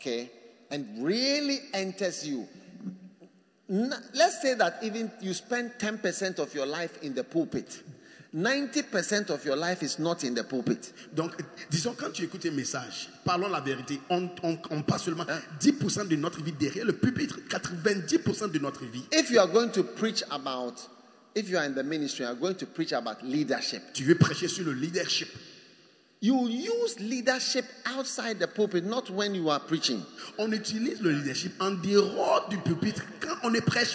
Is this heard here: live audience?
yes